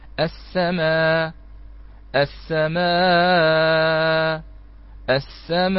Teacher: يقف بثلاثة أوجه من غير همزة، فيبدل الهمزة إلى ألف